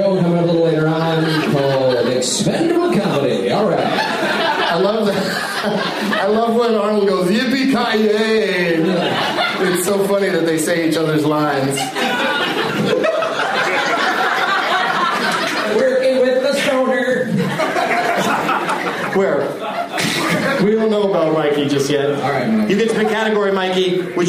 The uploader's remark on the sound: In a hotel room. Playing the Leonard Maltin game against audience members at the American Comedy Co in San Diego, CA.